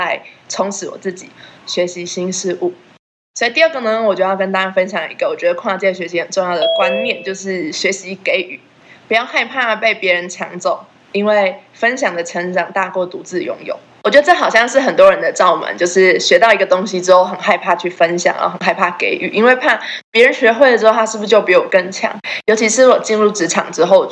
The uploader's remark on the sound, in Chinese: 所以很多筆友問我可不可以錄影……費了番功夫我跟大會主持人拿到這段充滿叮咚聲的錄音檔。